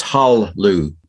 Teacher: There's no le really there in the pronunciation. · Term: silent schwa